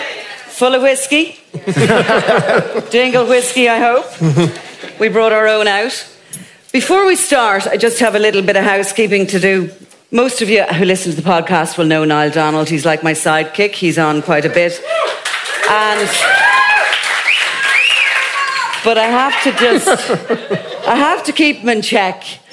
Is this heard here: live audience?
yes